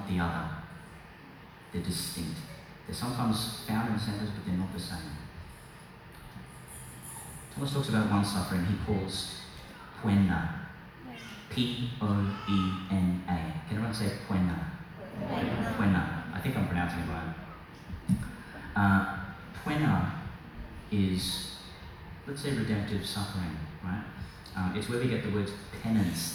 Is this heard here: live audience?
yes